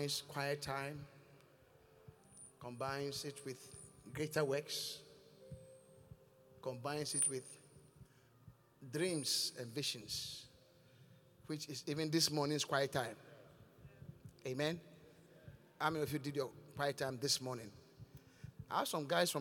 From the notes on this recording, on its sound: Encounter Service. Preached at The Qodesh.